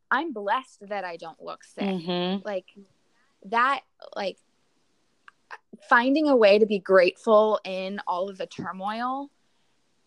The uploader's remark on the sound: I promise the recording, flow and editing will get better with each episode !